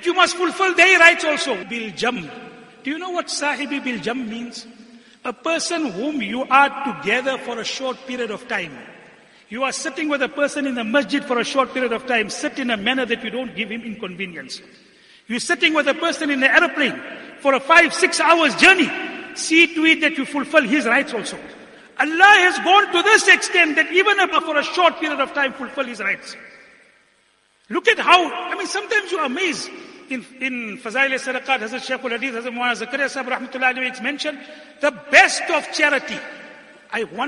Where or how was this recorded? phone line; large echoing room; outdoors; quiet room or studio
large echoing room